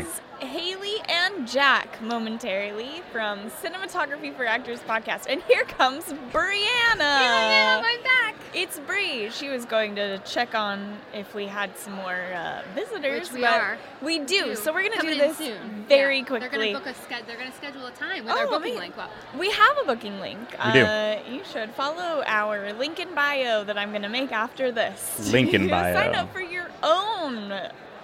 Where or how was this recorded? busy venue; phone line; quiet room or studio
busy venue